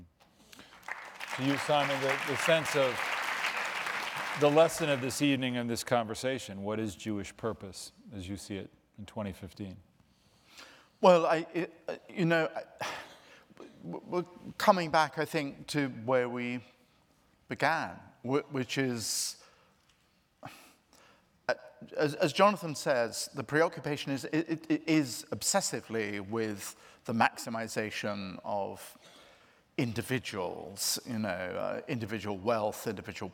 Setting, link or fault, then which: setting, live audience